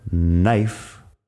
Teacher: con la K al principio que no suena · Term: K muda